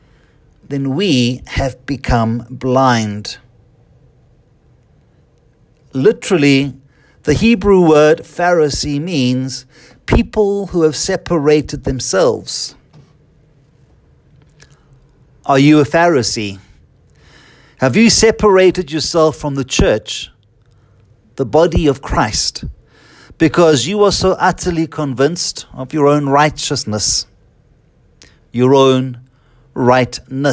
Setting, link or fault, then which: setting, large echoing room